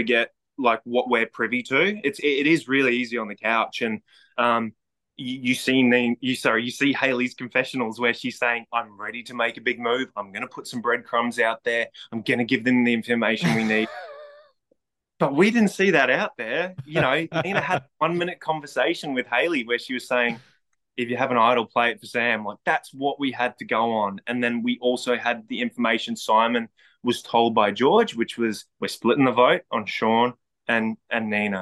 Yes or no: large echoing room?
no